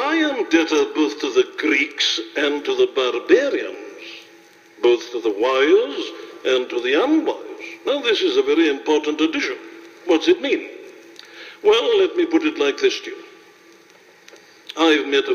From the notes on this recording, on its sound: Preached this sermon at a Baptist Church in Ohio. It was broadcasted on radio and made into an album.